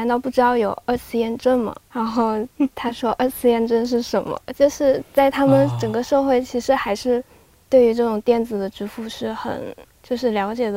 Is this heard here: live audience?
no